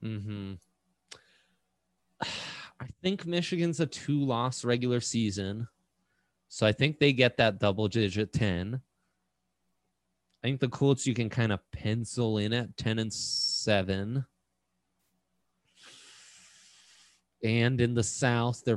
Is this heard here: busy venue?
no